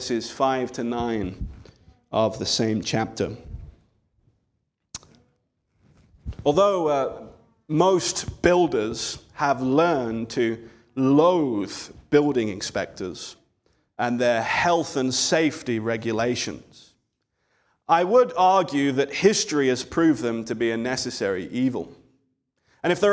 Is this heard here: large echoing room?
yes